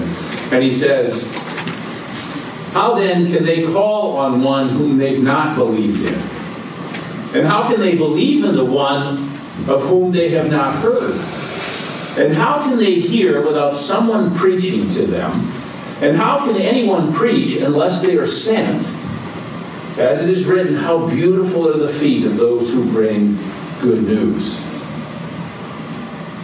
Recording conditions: large echoing room